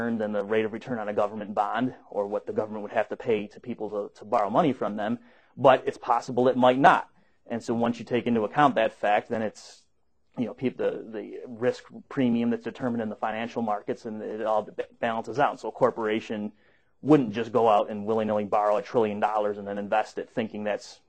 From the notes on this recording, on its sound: Recorded at the Mises Institute